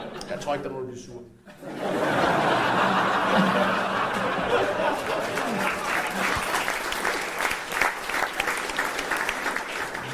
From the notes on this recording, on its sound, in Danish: Optaget live på Comedy Zoo